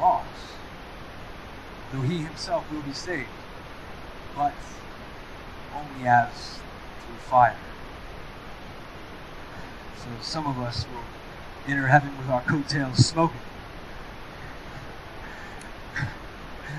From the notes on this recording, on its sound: We are experiencing technical difficulties.